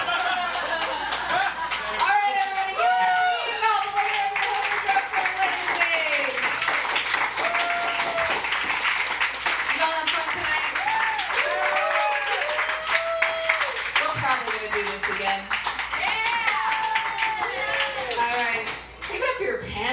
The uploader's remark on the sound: BONUS EPISODE! Your Hooker Jokes Are Lazy LIVE. The inaugural Your Hooker Jokes Are Lazy Comedy Competition recorded. At The Highline in Seattle, WA.